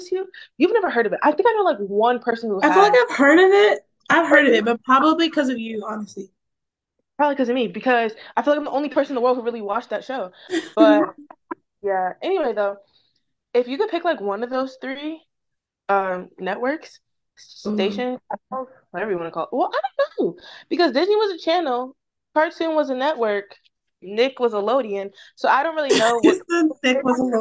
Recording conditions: video call